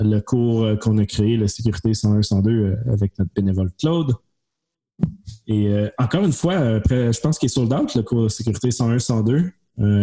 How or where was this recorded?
video call